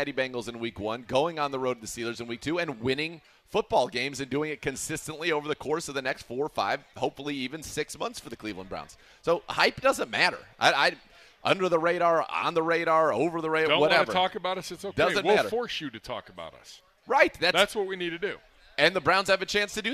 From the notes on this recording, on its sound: live from the ESPN Cleveland Block Party (beginning at 47:34)